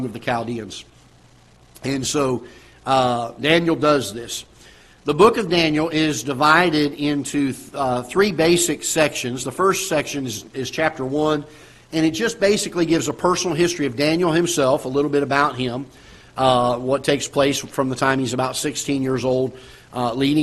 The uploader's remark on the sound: Ketha Heights Baptist Church ~ Live Broadcast